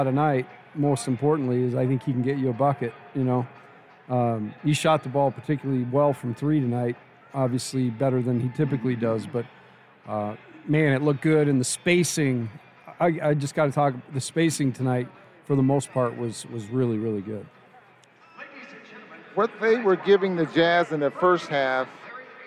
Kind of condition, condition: setting, busy venue